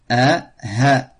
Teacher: Du fond de al-halq, al-hamza et al-ha.